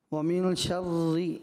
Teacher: ये रा जो है ना इसको बारीक पढ़ना था कसरा जो है